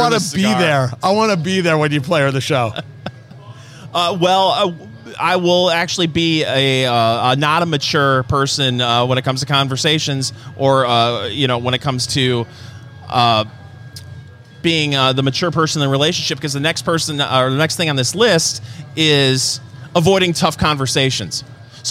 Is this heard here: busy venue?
yes